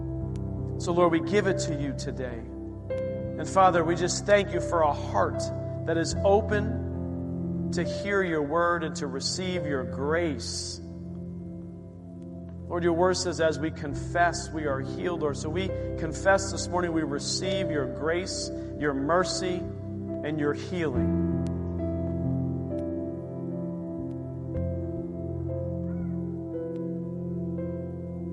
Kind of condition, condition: setting, large echoing room